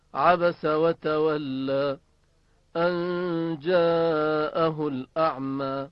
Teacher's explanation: خب بله، در این آیات شریفه هم کلمه جاءه الاعمى، جاءه الاعمى، اینجا هم مد متصل در کلمه جاءه وجود داشت که دیدیم باید اون رو به میزان توسط بکشیم